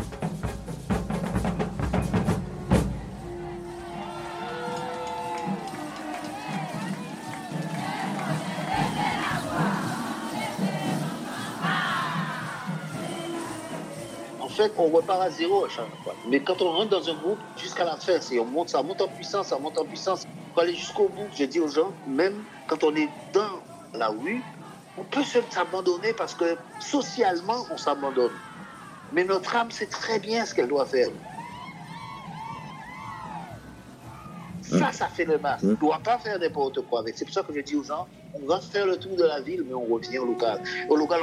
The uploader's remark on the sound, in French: Cet épisode relatera les différentes étapes du carnaval par des enregistrements réalisés pendant les préparatifs, les répétitions et les défilés dans les différents quartier de Pointe à Pitre.